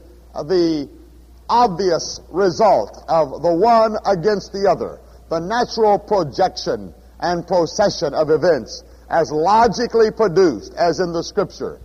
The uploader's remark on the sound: at Houston's First Baptist Church, Houston, Texas